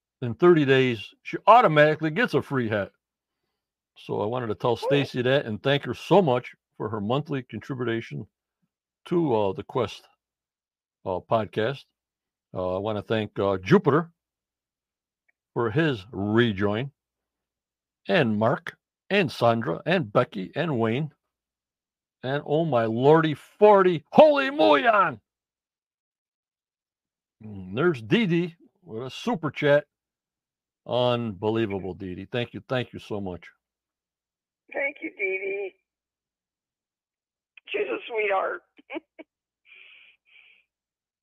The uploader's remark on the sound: on the phone